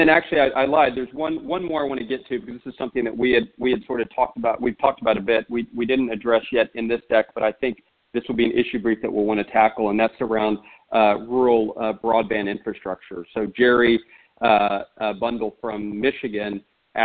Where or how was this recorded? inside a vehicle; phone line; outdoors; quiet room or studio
phone line